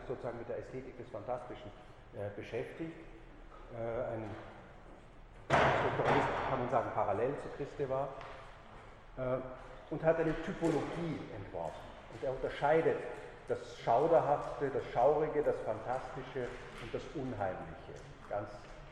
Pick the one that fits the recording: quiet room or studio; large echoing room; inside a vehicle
large echoing room